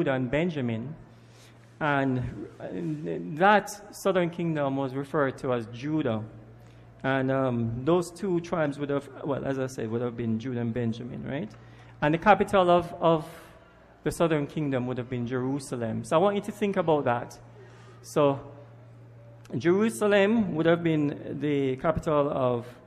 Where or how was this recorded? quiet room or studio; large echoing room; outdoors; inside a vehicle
large echoing room